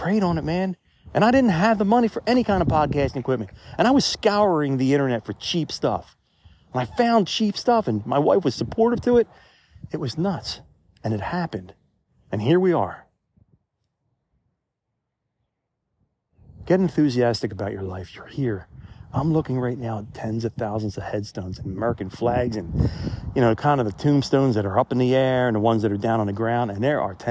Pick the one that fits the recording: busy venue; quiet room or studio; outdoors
outdoors